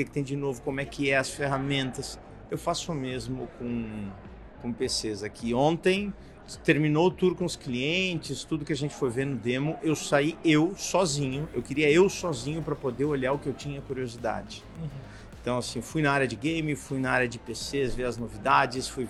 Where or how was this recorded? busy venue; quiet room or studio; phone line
busy venue